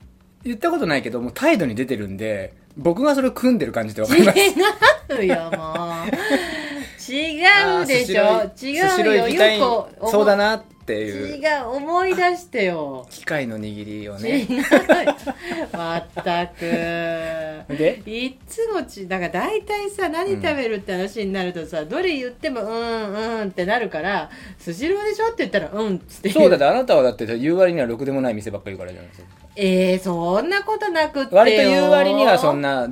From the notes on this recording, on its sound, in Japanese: 今回も道がまっすぐにて収録したため、電車やバイク、周りの騒音が入っていますがご了承ください。